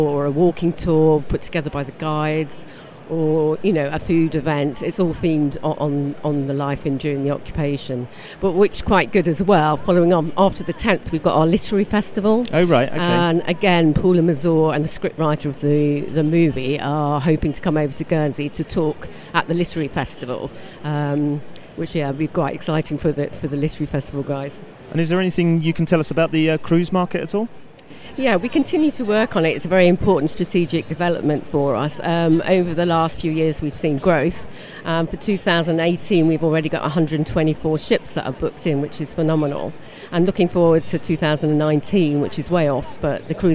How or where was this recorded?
busy venue